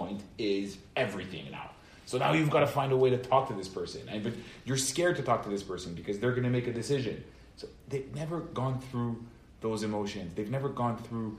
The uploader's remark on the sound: Recorded Live at Rohr Chabad NDG